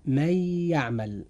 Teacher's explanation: من يعمل مكون من كلمتين، حرف الإضغام في هاتين الكلمتين هو حرف الياء، ونوع الإضغام فيها إضغام بغنة